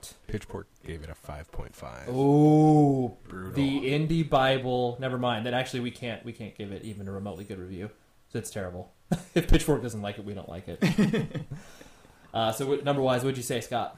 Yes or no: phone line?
no